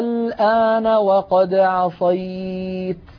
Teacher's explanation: أيضا نلاحظ هذه الألفات جاء بعدها حرف ساكن مشدد، قد يكون الساكن غير مشدد، مثلا قوله تعالى في سورة يونس الآن وقد عصيت. لاحظوا هذا حرف مد، ألف ساكنة مفتوح ما قبلها وبعدها لام ساكنة واللام غير مشددة، ولم يأتي هذا المثال إلا ولم يأتي المد اللازم الذي بعده سكون غير مشدد إلا في هذه الكلمة على رواية حفص عن عاصم.